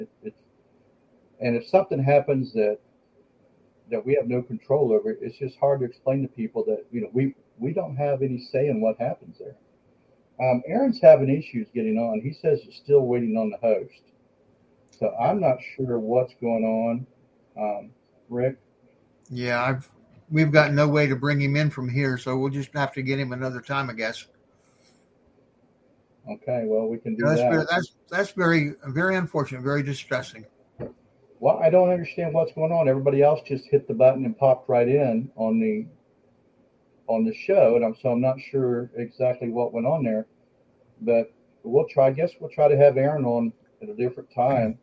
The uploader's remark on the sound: We were plagued with technical difficulties from “Action!” to “Cut!”. Was unable to connect to our studio.